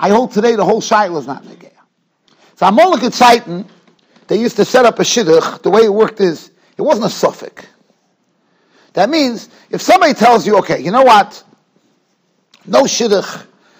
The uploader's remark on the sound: Shiur recorded in Yeshivas Ohr Reuven, Monsey, NY.